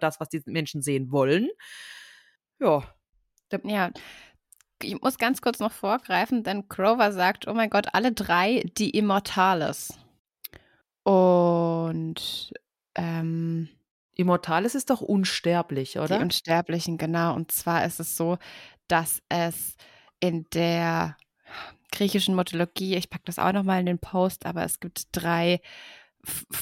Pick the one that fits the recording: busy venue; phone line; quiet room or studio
quiet room or studio